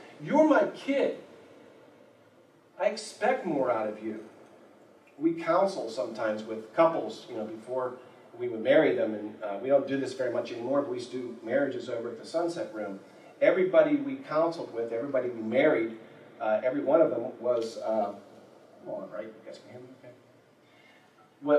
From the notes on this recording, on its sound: There was a problem with the audio of this sermon. We boosted the quality as best we could. We apologize for the poor audio quality.